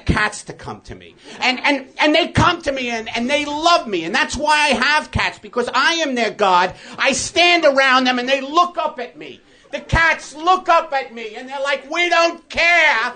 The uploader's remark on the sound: Another month, another live show from the UCB Theatre in Los Angeles.